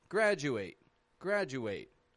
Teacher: unstressed D and U in the middle of a word blend together like J or Ju